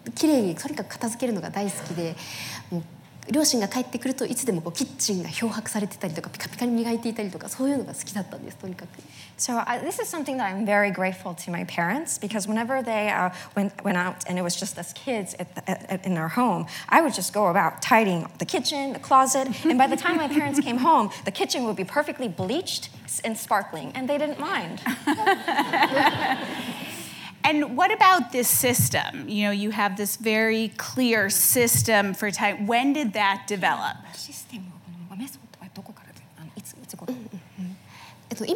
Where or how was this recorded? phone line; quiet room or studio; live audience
live audience